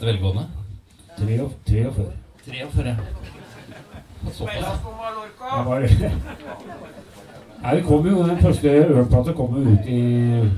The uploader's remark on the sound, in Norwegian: Live på Kroa. Livepodkast på Kroa i Horten.